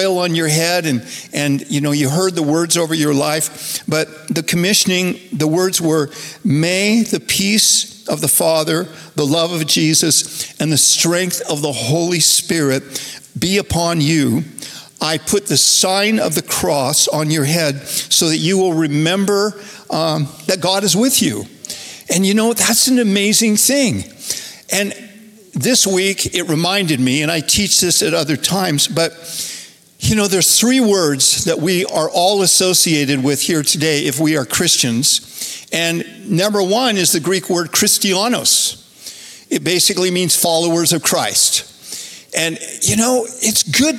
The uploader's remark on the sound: Recorded Live at Capital Church in Meridian, Idaho